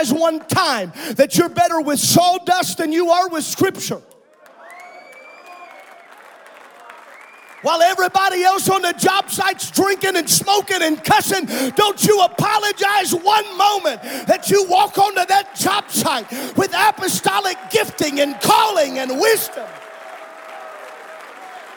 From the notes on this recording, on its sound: This is a special episode from the 2023 Indiana District Men's Conference which took place on March 10th and 11th at Calvary Tabernacle. Was preached in Saturday's General Session.